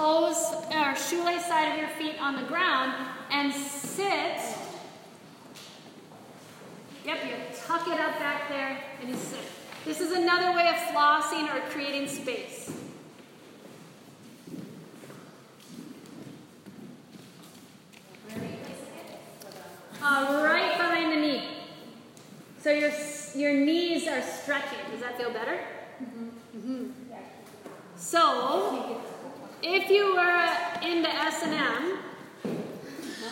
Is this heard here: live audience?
yes